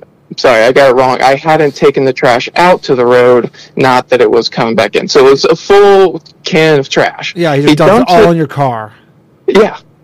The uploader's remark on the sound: The bad advice question/call in show.